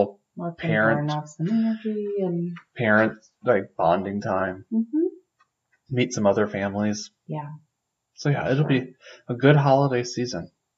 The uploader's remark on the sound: Sorry for the poor audio. We had some computer issues but wanted to get this out!